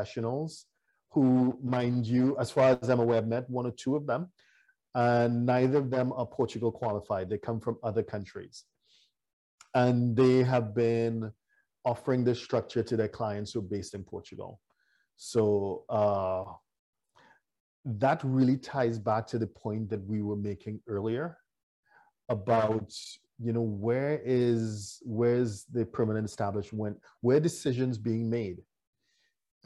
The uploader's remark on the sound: WEBINAR. For those joining us on Zoom.